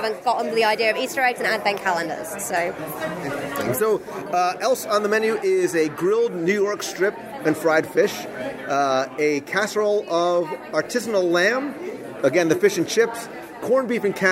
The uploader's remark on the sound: Live Review of the Rose & Crown Pub. We're going to visit the Rose & Crown pub in Epcot's United Kingdom pavilion with someone who calls England home for a live restaurant review.